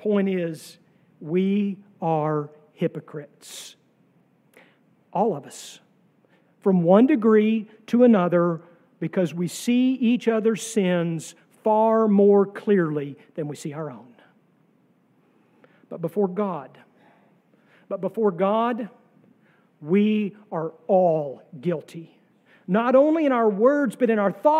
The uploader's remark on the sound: sermon from our worship service on July 30, 2023